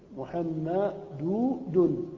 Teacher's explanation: يلحق آخر حركة في الكلمة، هذا التنوين. محمد، التنوين نون ساكنة بعد ضمة الدال، محمد دون. فالتنوين لا علاقة له بالإعراب بتاتا، التنوين لا علاقة له بالإعراب، الإعراب علاقته بالضمة محمد، أما التنوين هذه النون الساكنة هي زين فقط، زينة للأسماء.